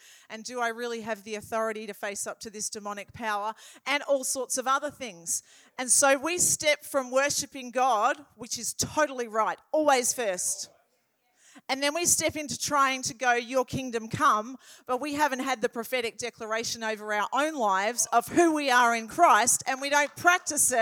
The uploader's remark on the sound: This message was recorded at Riveredge Church, Mildura in February 2023